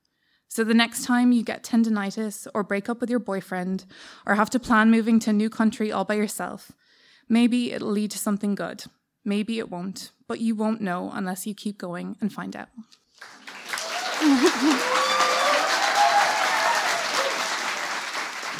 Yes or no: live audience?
yes